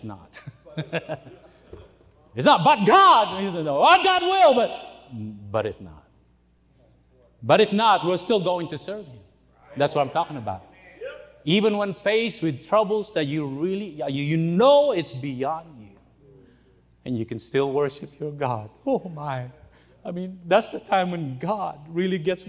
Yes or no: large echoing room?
yes